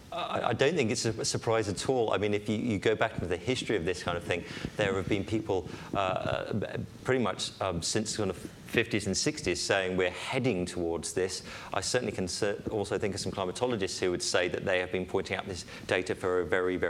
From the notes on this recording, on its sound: Lunch Hour Lecture on tour at the British Museum